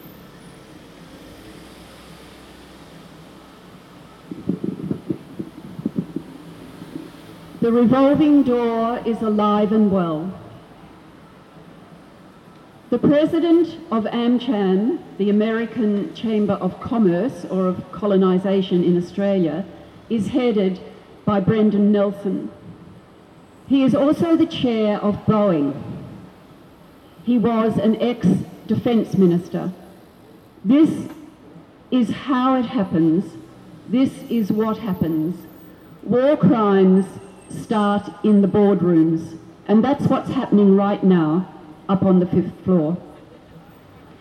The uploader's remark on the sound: Rally for Peace 18 March 2022 outside the Hilton Hotel organised by JustPeace. Hilton Hotel Brisbane.